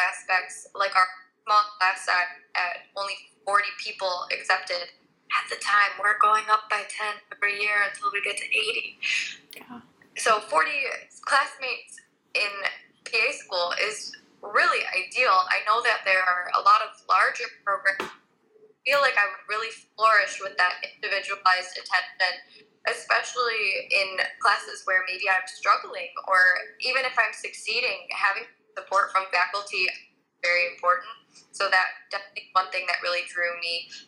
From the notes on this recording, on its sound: We recorded it to be a podcast episode.